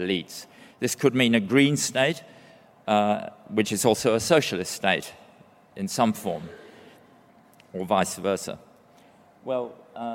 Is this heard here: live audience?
yes